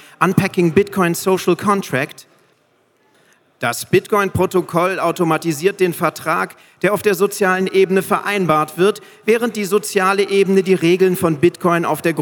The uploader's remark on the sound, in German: Live gelesen bei der Bitcoin Zitadelle 2022